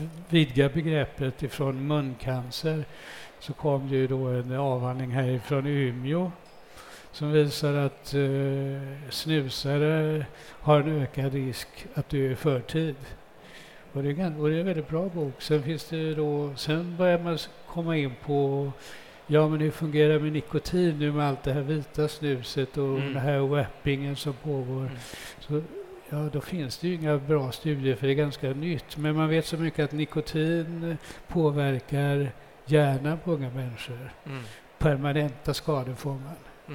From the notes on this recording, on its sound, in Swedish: Live från Tandläkarmässan. Live från scenen på Swedish Dental Expo.